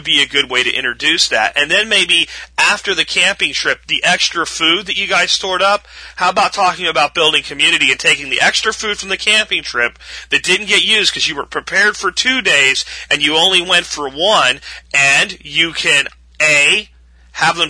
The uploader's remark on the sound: Call in friday